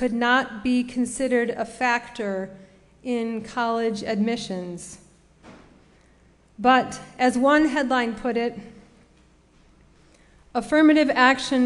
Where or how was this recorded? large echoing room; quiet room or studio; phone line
large echoing room